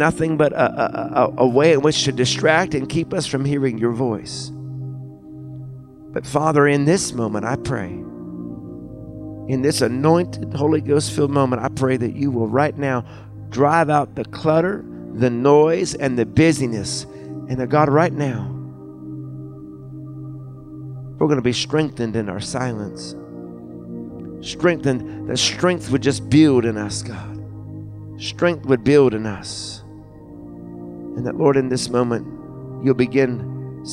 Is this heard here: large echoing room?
yes